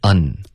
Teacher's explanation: Un 发成了 un, OK,别用后鼻音，要顶舌尖 un.